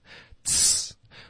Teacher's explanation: 我们的呲的音呢，是要求你的舌头贴着上颚，然后爆破出来